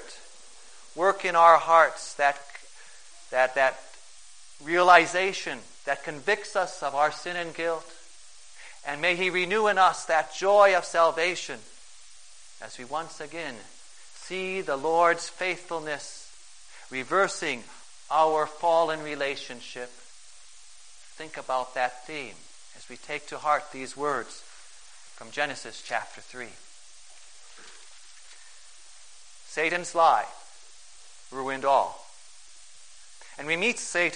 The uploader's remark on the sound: Preached on March 13, 2011, for the First Sunday in Lent, at St.